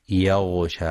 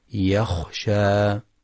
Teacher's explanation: يخطئ من يقرأ يخشى قريبة من يغشى، والصواب تحقيق الخاء · Shown in: second take